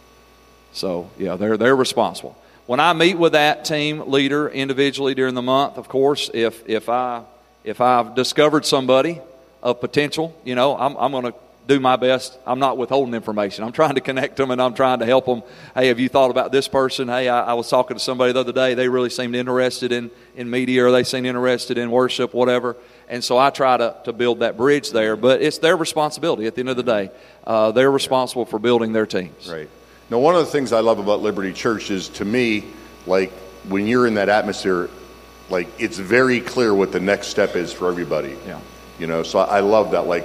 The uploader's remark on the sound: Every February, pastors and leaders from around the country gather together at our leadership conference for dynamic teaching, powerful worship, impartation, ministry, and covenant relationships. Here’s one of the recordings from our 2023 Leadership Conference.